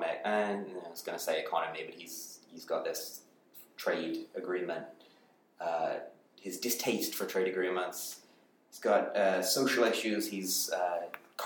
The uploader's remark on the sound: We're in a different recording location this week, so forgive the quality.